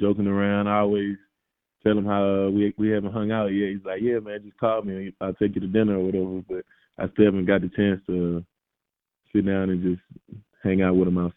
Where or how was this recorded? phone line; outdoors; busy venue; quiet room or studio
phone line